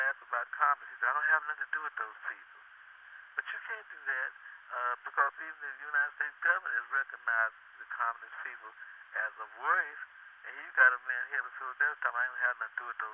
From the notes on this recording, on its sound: Phone call